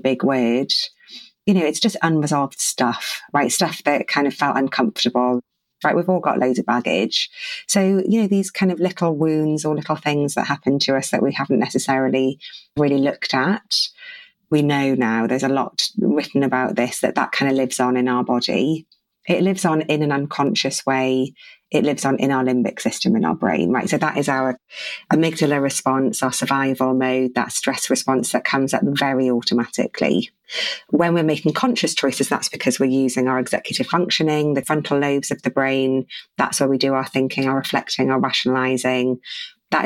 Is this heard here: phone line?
no